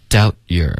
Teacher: doubt 结尾呢有一点鼻音出现了 down 这样的这个音了，所以把这个后鼻音去掉